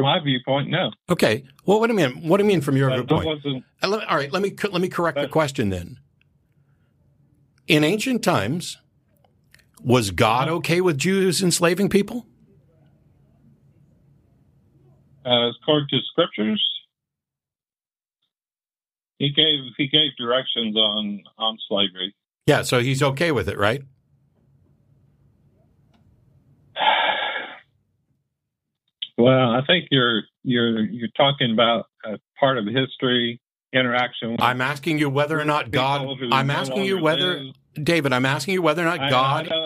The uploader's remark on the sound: The Atheist Experience is a weekly Internet television show based in Austin, Texas geared at a non-atheist audience. Every week we field live calls from atheists and believers alike.